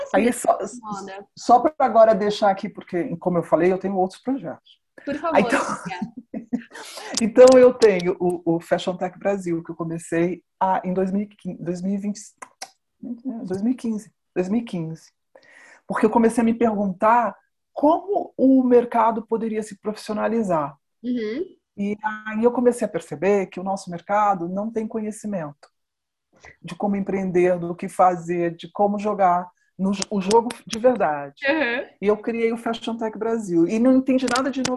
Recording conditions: video call